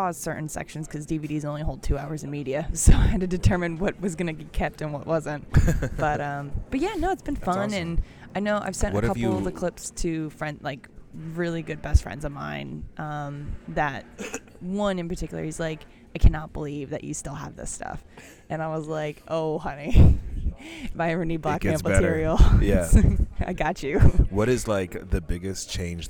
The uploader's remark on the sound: We Pick Up A Cup and Celebrate at Panera Bread. Live from Panera Bread.